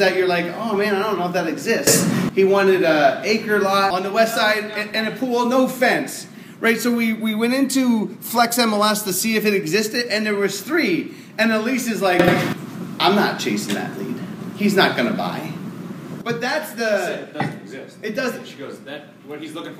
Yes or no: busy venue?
yes